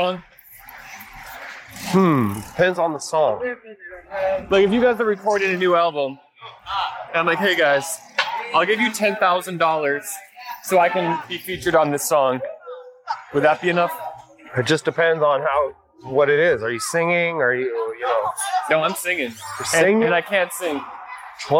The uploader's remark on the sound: While walking around the streets of New York City.